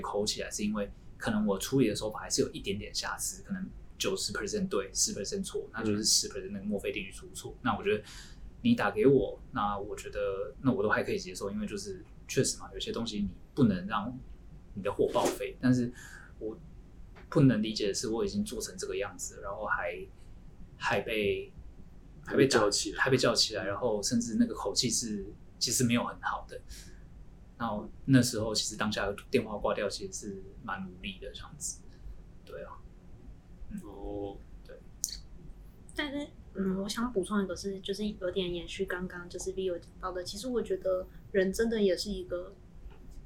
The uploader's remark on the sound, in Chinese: 四人會談要找場地真麻煩，希望有錢後可以大幅升級收音設備及場地。